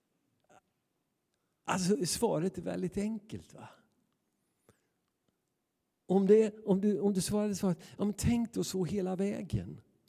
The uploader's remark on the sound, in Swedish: Inspelning från Immanuelskyrkan Skövde.